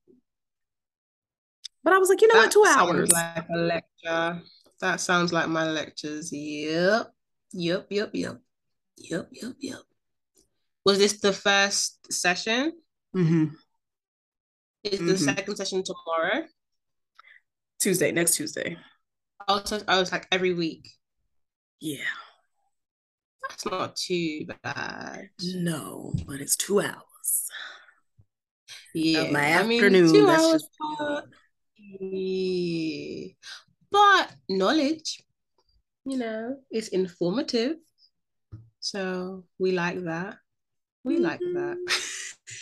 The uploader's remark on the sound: Please pardon our audio issues.